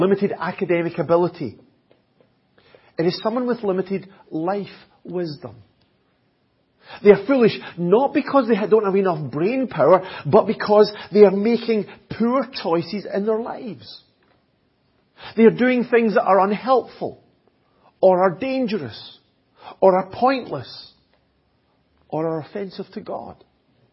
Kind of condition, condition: setting, large echoing room